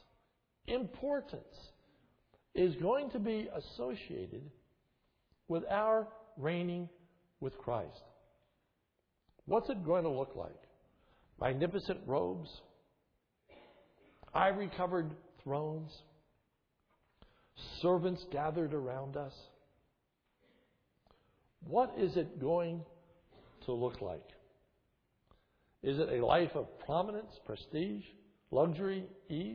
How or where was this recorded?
large echoing room